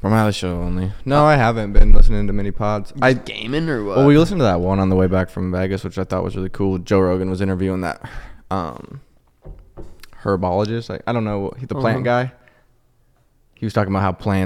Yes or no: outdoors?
no